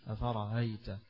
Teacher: بتسهيل الهمزة بين الهمزة والياء · Term: التسهيل